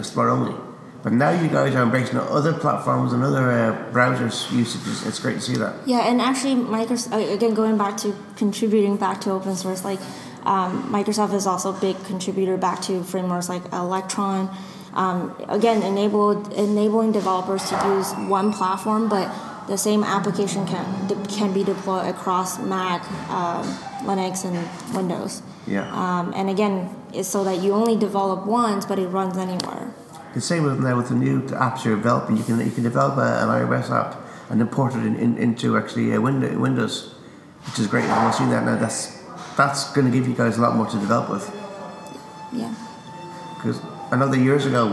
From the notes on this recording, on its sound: talking at the Microsoft Decoded conference in UCD